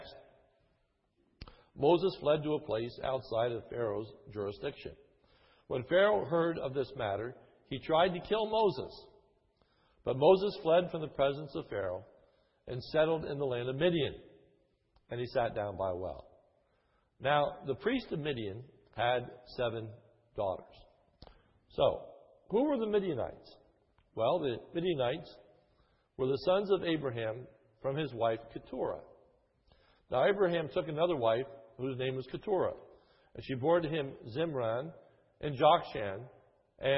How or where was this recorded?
large echoing room